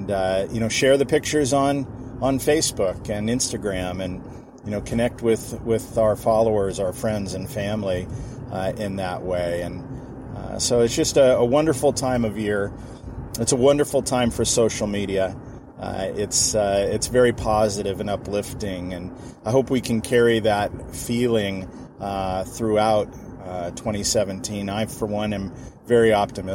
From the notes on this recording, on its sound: I’m just driving home from a meeting